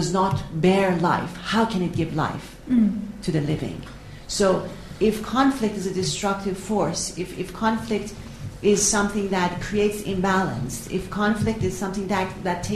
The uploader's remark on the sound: This public lecture is part of the LSE Arts exhibition Internal Worlds, External Relations.